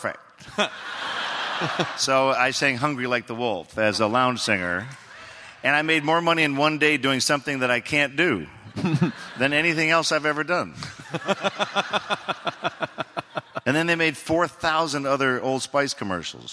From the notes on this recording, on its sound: Live at SDCC.